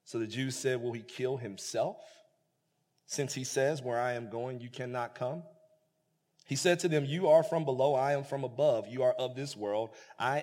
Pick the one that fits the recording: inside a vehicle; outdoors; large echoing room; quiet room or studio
large echoing room